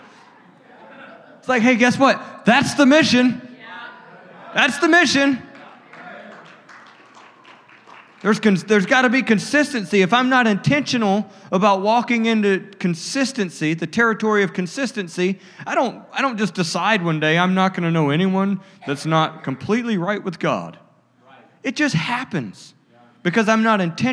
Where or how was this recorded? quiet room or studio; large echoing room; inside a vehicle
large echoing room